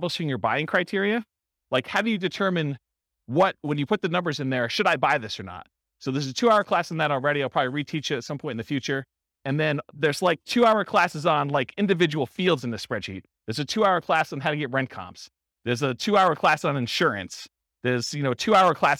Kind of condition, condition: setting, live audience